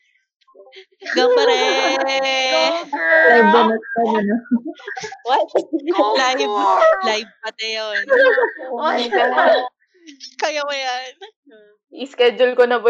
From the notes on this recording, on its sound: There has been a bit of technical issues in the recording.